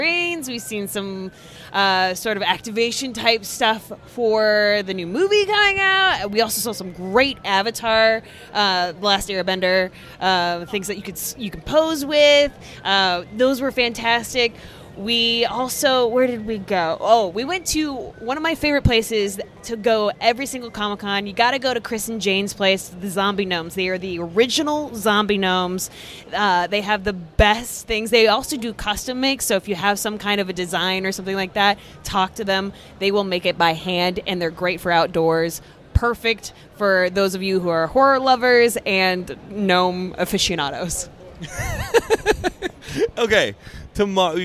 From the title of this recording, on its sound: Geekscape at San Diego Comic Con 2023 Day 2!